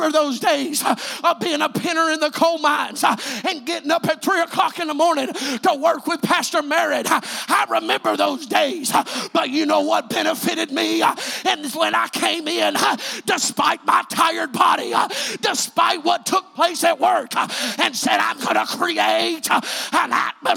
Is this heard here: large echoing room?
yes